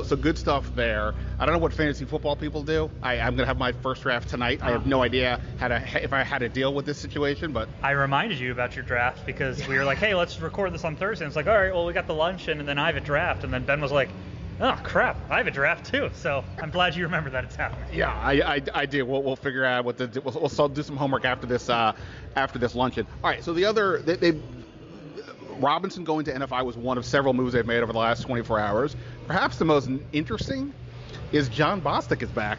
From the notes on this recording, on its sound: Live from the Washington Commanders' welcome home luncheon.